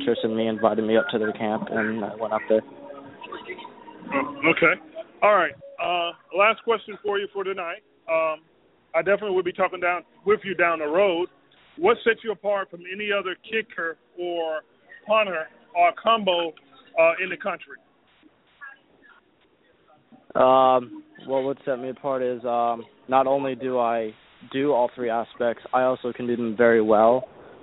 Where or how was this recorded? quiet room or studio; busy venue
busy venue